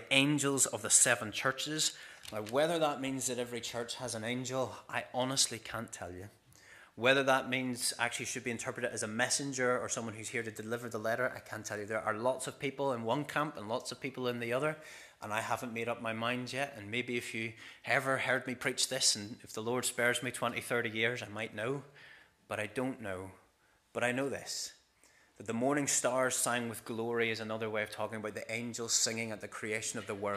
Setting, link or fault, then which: setting, large echoing room